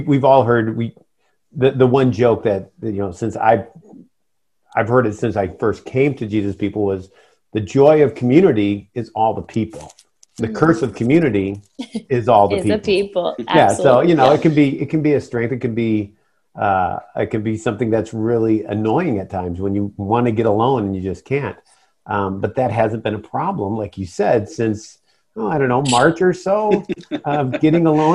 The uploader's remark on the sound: Due to the Covid 19 pandemic, this episode was recorded over Zoom.